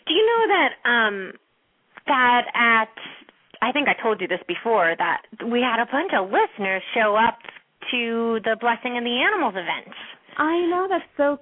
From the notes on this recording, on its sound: open up the lines for listeners to call